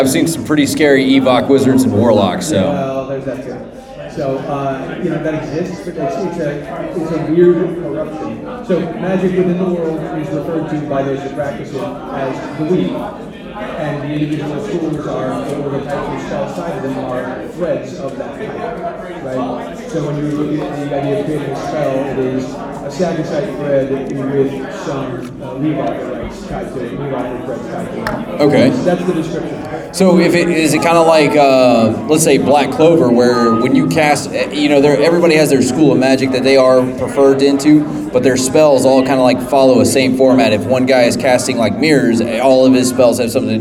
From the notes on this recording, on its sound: WARNING THE AUDIO OF THIS EPISODE IS NOT MIXED PROPERLY! We're live from Necronomicom 2022 in Tampa, FL!